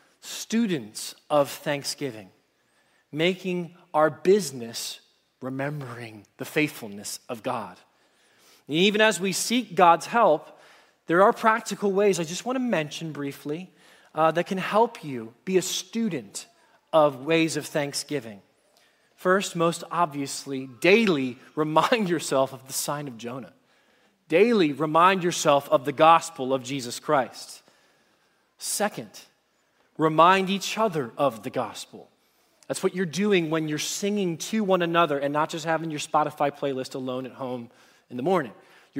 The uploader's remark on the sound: Message Preached at Valley Creek Church